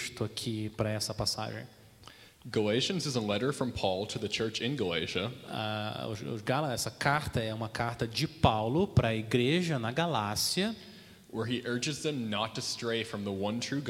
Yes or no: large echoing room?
yes